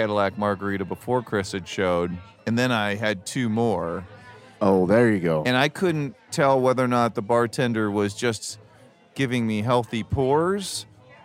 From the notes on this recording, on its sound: recorded their first Holiday Cocktail Party Episode at TikiCat (a Tiki bar in Westport that sadly no longer exists!